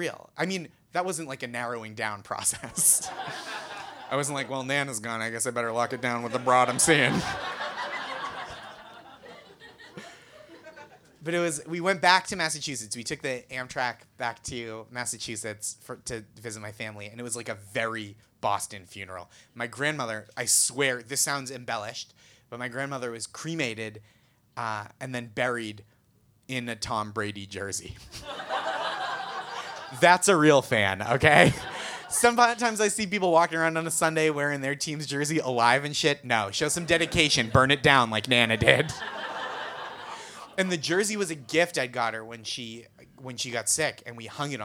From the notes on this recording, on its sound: Recorded Tuesday, August 1, 2017 at Union Hall. At Union Hall.